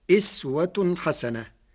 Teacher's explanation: قرأ ورش كلمة أسوة بكسر الهمزة فتصير أسوة حسنة، وهي لغة أهل الحجاز.